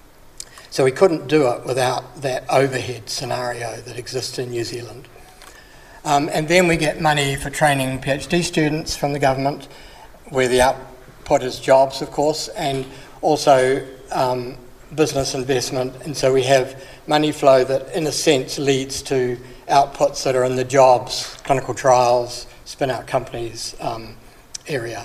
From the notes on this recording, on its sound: This presentation was recorded at the ABI Research Forum 2020.